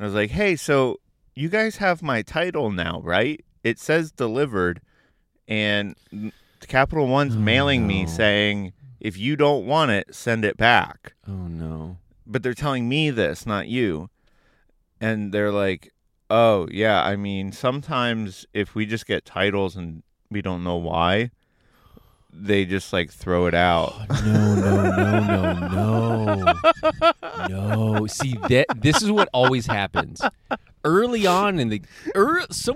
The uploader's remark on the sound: In A Car, At A Park, In The Morning. The boys are back in the car, this time in a parking lot at a park at 6 am.